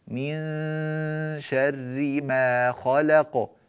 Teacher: لاحظ الغنة فقط في النون الساكنة عند الشين لأنها مخفاة